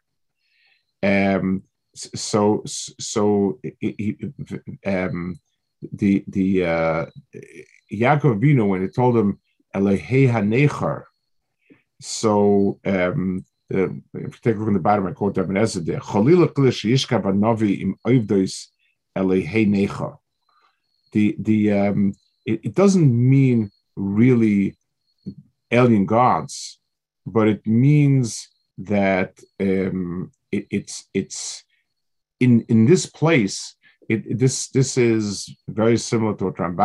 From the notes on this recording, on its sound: This shiur take place over Zoom on Motzei Shabbos.